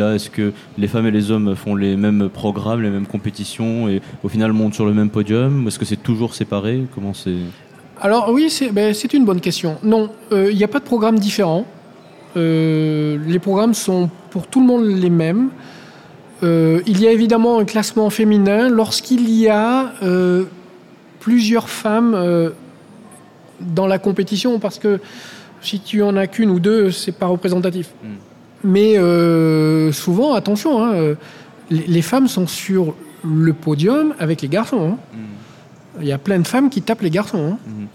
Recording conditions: live audience